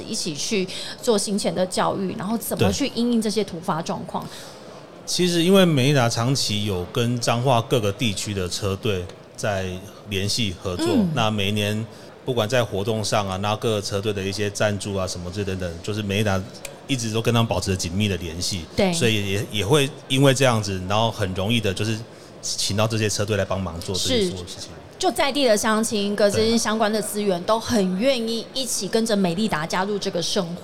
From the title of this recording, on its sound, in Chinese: 2022 Taipei Cycle台北國際自行車展-Live Podcast